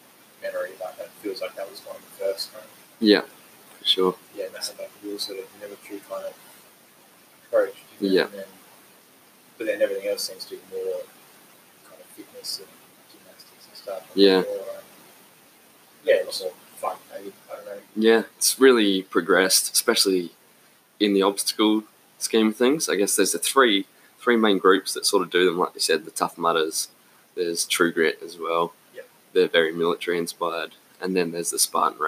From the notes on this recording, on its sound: We did have some tech issues so the sound is a little off.